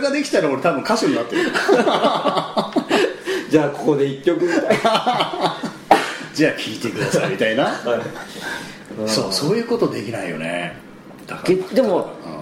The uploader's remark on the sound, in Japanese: 今回も某カラオケ店にて収録